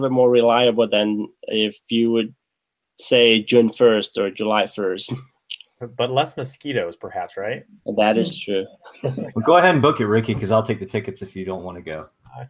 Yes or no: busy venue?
no